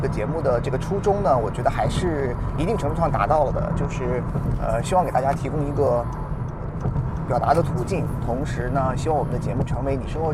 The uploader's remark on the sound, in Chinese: 由于是在车上用录音笔录制，音质非常抱歉，还望各位海涵。